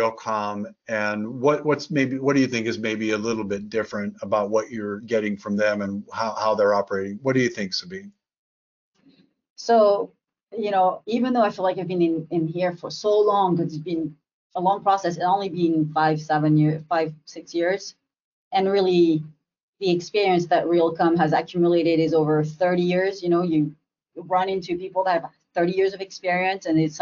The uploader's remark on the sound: Realcomm Webinar.